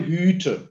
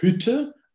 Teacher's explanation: Aber wir haben hier einen langen Vokal, während wir bei Hütte einen kurzen Vokal haben und eine geschlossene Silbe. Und vor allem schreiben wir Doppelkonsonant.